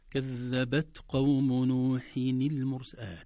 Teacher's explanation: لأن طبعا هنا القاف بعدها حرف شديد أيضا، فيخشى لإظهاره أن نقلق، نقول كذبت قوم كذبت، فتصبح قلقلة وليست همس. إذن الهمس في التاء خروج هواء يسير وليس كثير، لأن الحرف مجهور وليس مهموس، عفوا لأن الحرف شديد وليس رخو.